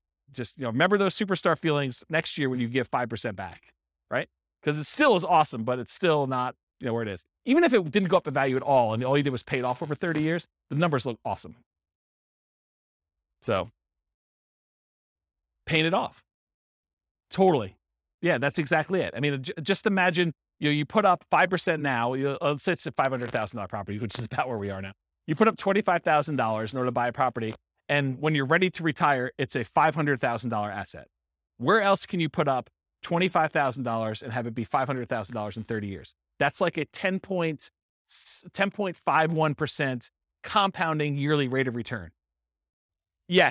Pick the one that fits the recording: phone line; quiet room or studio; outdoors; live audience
live audience